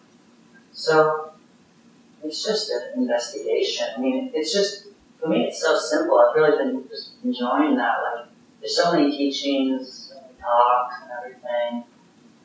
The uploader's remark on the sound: (Common Ground Meditation Center) Note: Poor Audio Quality.